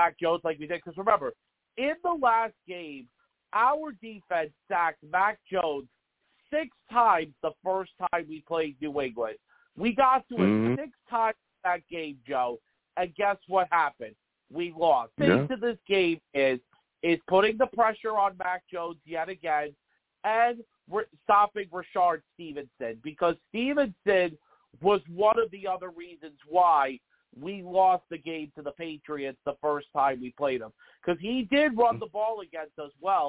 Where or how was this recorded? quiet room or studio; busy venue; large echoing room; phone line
phone line